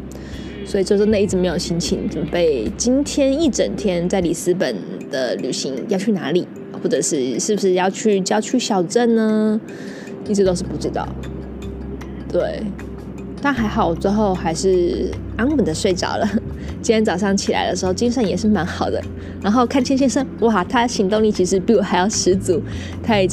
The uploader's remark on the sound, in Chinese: 葡萄牙里斯本漫旅 一個人旅行。國外雜音多，請多包涵。